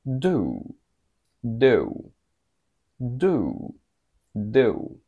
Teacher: The long oo sound is just that in British, a long oo. In American, it's almost a double sound, sort of like oo, oo, oo.